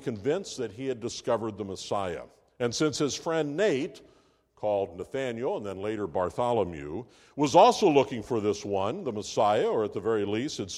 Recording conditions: large echoing room